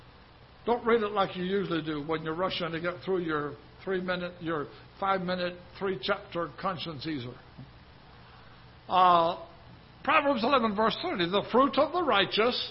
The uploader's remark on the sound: Ketha Heights Baptist Church ~ Live Broadcast